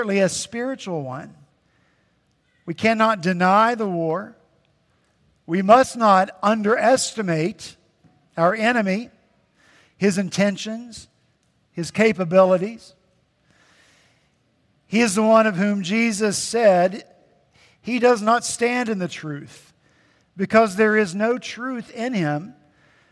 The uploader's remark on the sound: At Redeemer Presbyterian Church in Charleston, SC, our senior pastor.